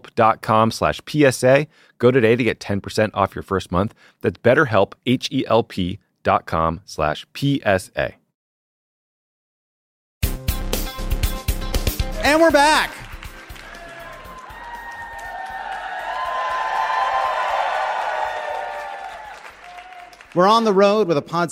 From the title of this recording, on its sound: Live from Wisconsin!